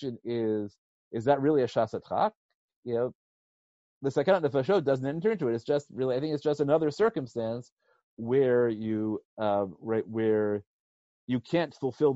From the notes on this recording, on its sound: given recently as a ZOOM video conference